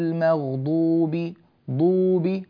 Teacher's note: الواو حركتين فقط، لا تمطها قليلا، يعني هي زادت عندك عن الحركتين قليلا، غير المغضوب ضوب بس كافي.